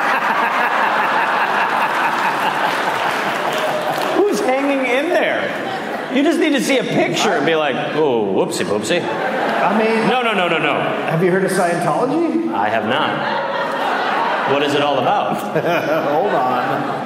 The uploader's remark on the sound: Recorded live in Chicago.